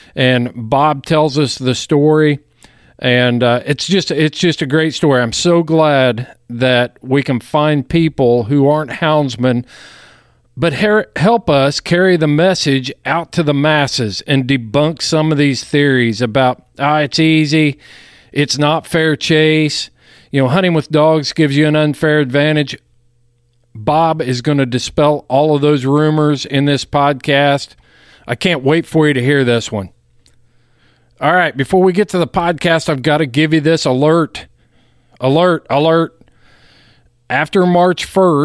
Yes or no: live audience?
no